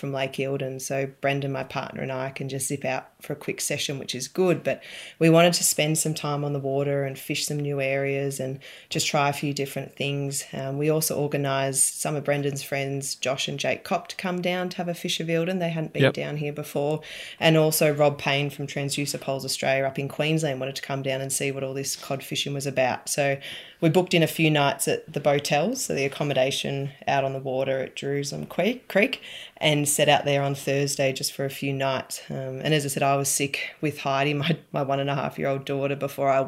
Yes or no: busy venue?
no